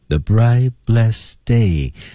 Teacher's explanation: the bright blessed day 都有 T 和 D 在尾部失去爆破